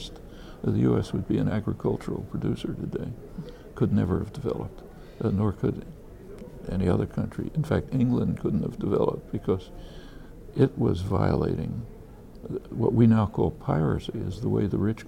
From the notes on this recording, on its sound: This conversation was recorded backstage at the Left Forum in New York, June 8, 2013.